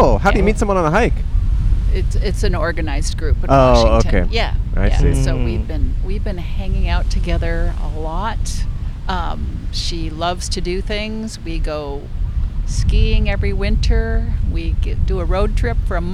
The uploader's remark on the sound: Recorded 11/6/22 on the Kapaa Beach Bike Path in Hawaii.